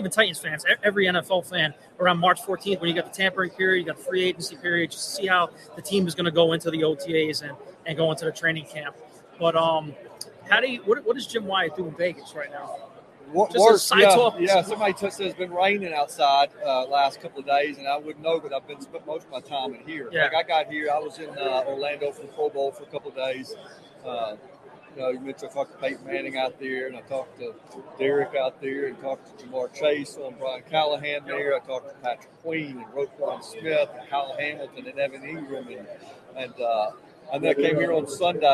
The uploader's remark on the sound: Live At Super Bowl!